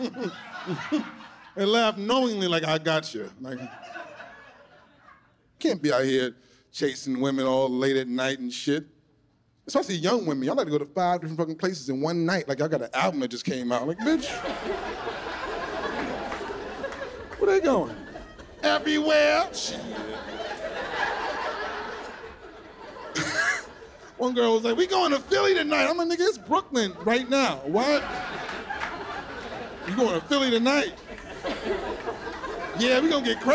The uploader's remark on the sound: hour special shot on location at NYC's Westside Comedy Club